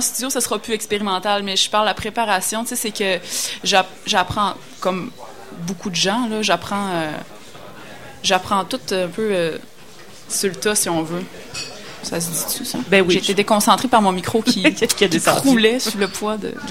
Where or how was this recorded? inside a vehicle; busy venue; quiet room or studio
busy venue